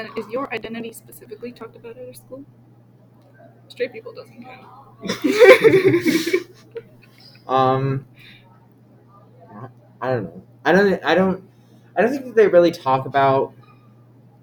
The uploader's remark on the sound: we were at school so there's quite a bit of background noise